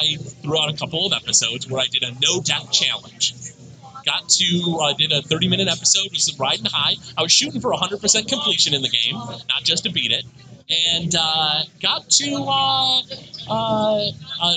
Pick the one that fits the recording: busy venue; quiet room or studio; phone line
busy venue